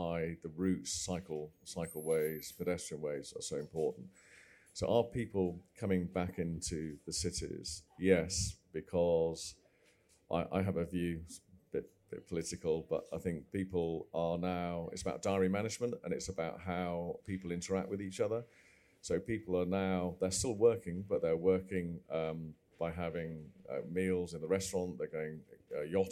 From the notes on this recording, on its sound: At the MIPIM conference in Cannes last week. In this live recording that took place in the EG Pavilion.